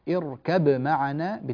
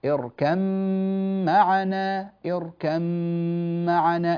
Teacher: الباء غير موجودة، تنقلب إلى ميم ثم تدغم الميم في الميم · Shown in: second take · Term: الإدغام